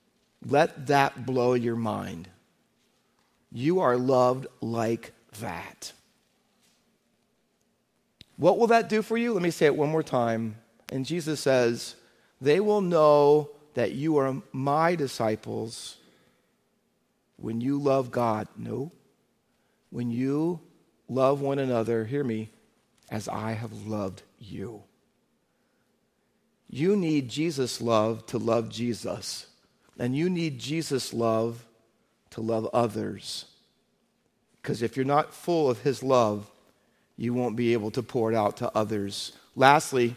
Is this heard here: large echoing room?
yes